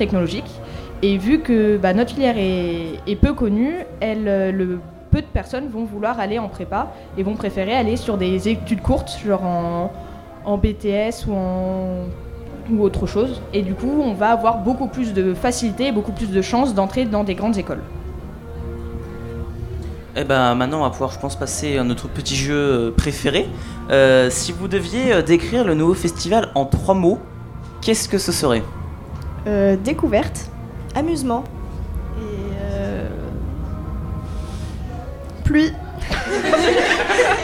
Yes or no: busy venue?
yes